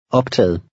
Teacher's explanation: the last G is silent, and the final T sounds like an L